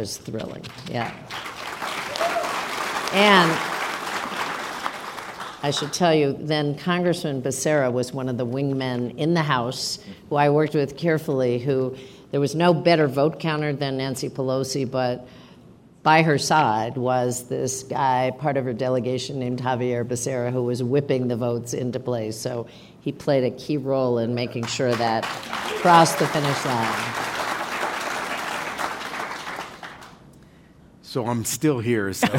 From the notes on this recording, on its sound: Live from Aspen. Taped before a live audience at Aspen Ideas: Health, part of the Aspen Ideas Festival, in Aspen, Colorado.